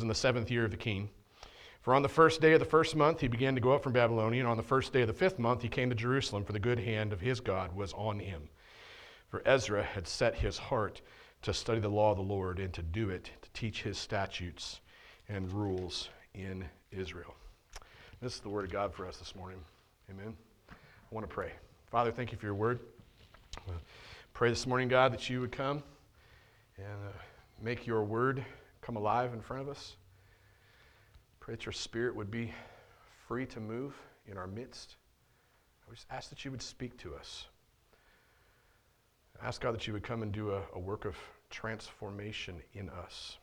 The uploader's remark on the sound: on February 6th, 2022 at The Well, an Acts 29 and Converge Heartland Church in Hastings, NE